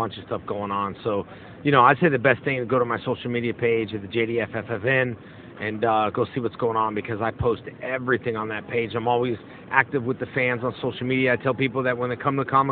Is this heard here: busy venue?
yes